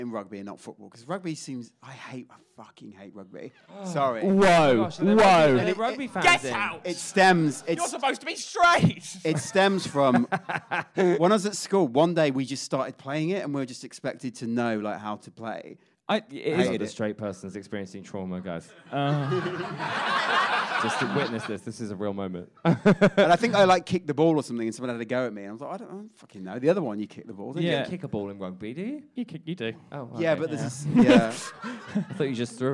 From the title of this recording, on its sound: Live in Edinburgh